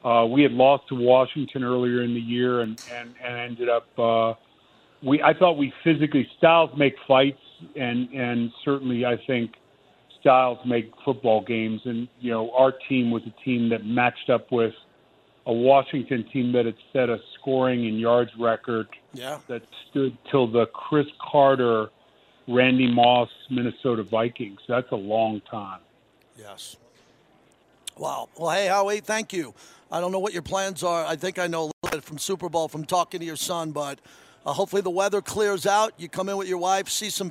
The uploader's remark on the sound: LIVE FROM RADIO ROW